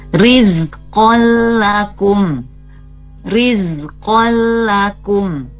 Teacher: Nah, ini kalau yang di bawahnya ini idgham bila gunnah karena tanwin bertemu dengan huruf lam, ya. Nah, jadi kita bacanya dimasukkan huruf nun ke lam dan tidak didengungkan